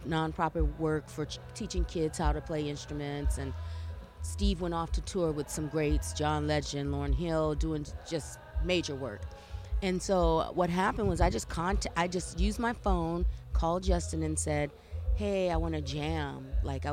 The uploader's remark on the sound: At her return engagement at the Albino Skunk Music Festival in May 2023. We spoke before her set.